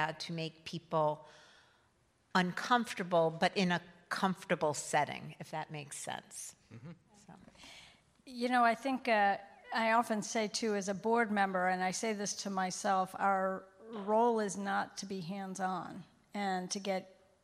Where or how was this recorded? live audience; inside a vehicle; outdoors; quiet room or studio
live audience